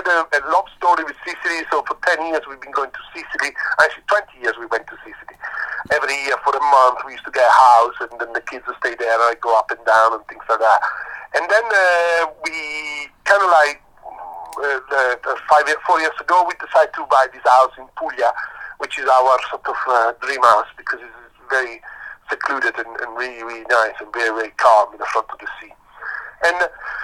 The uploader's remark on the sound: a phone interview